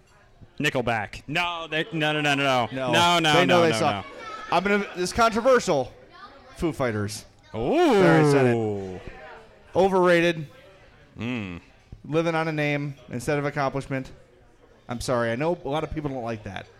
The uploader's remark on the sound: Live at Chuck's. In this very special live edition of the Madhouse Podcast. From Chuck's in Darien.